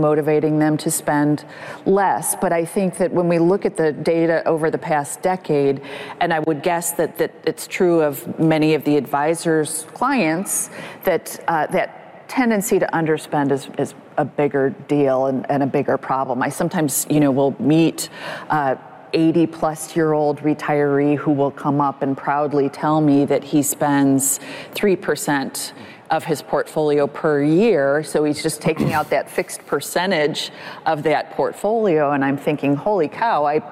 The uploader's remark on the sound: Which we recorded live at the annual Morningstar Investment Conference held recently in Chicago, Illinois. In this panel discussion, recorded before a live audience.